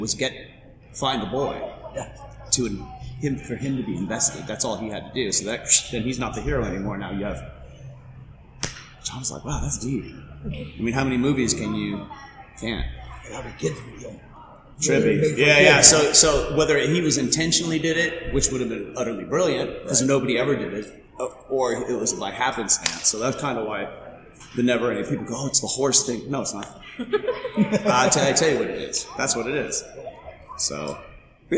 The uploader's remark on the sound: You get his panel from Grand Comic Fest 4 in it's entirety.